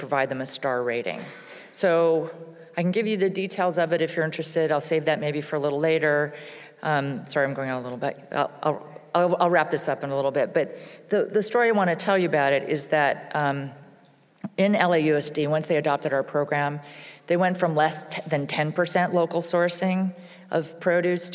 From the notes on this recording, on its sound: Capture the sights and sounds of the summit’s prominent speakers at an event. Food professionals from across the country gathered in Atlanta, GA.